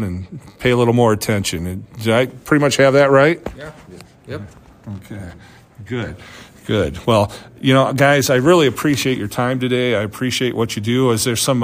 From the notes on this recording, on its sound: at the Kenny Norton Southeast Iowa Farm Show 2023 at the Fairfield Arts & Convention Center